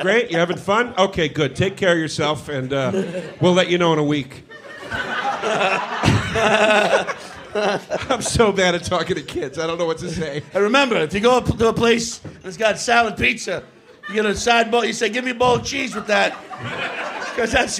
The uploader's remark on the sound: We return to The Stand Comedy Club in Manhattan for a riotously funny live panel in front of a sold-out crowd.